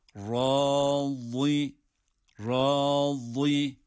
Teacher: ra kalın, vat harfi de kalın